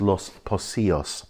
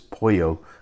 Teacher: the double L becomes a Y. So it looks like Los Poquilos, but it's actually pronounced Los Pocillos. · Term: Y sound